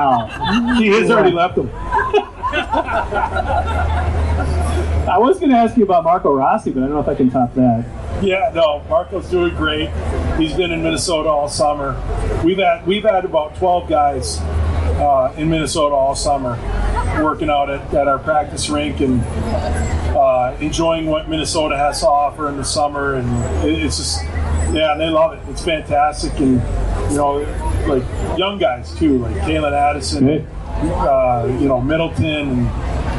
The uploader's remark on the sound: At the State Fair on Wednesday. Answered some good questions from the audience at the Star Tribune stage.